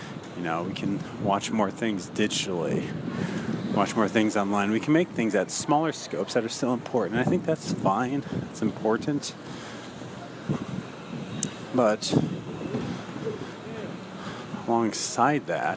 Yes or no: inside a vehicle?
yes